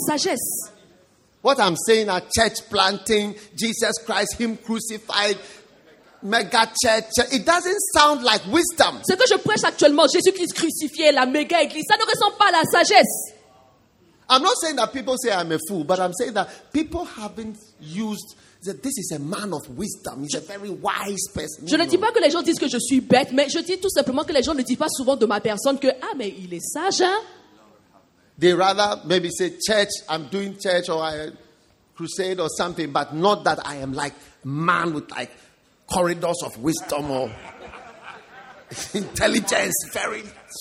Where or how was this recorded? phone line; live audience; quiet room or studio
live audience